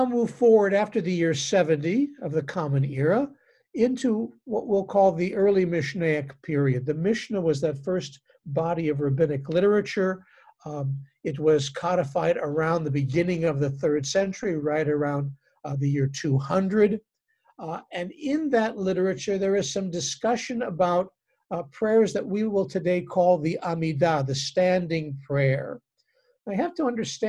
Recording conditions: video call